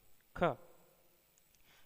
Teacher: यह हिंदी की कंठ स्पर्श महाप्राण अघोष ध्वनि है